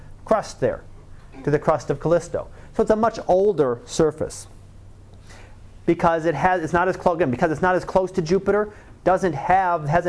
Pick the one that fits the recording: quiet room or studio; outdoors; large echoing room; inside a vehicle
large echoing room